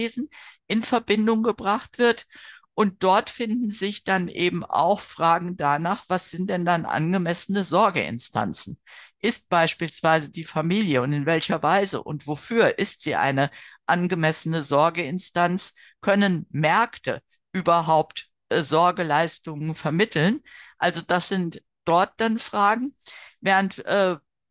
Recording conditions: video call